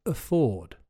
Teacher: The stress is on the second syllable, so the AF at the beginning is weak, and you say afford.